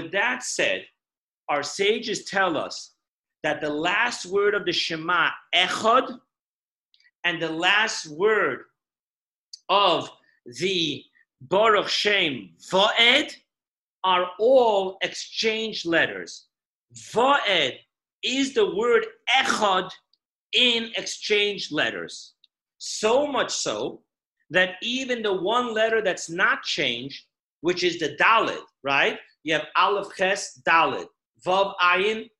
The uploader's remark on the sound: Zoom Parsha Class